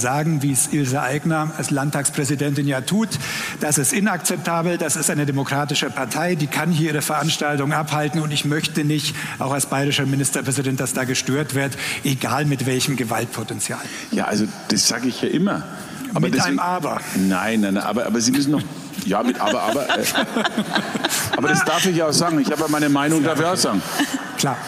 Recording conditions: live audience